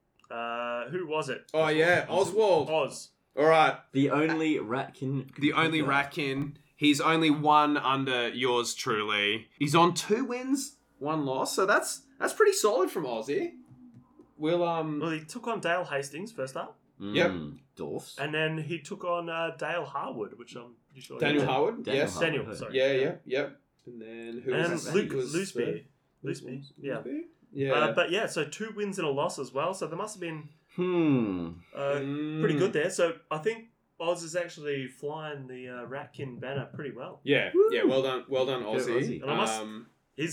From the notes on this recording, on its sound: Aussie Cok 2024, Day 1! Audio quality will drop, and profane exclamations will be in abundance.